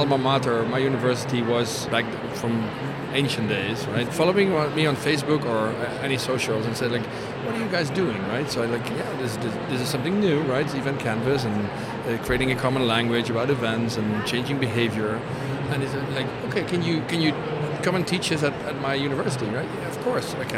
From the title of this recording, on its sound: Live from #IMEXAmerica